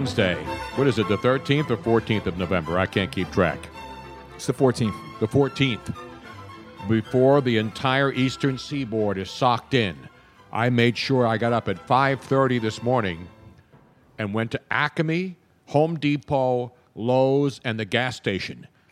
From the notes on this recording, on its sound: This week's pre-winter-storm edition of the podcast live from Moonshine Philly.